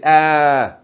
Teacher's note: it's pronounced just as a hamza with fatha being elongated